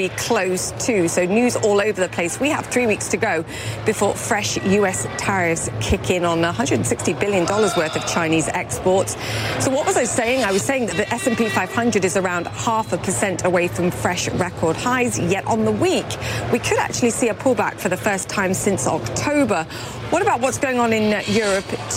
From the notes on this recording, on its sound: Live from the New York Stock Exchange.